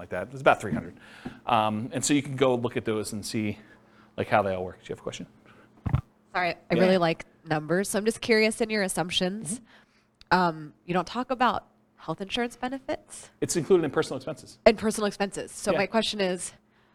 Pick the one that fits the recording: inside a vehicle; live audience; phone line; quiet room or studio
live audience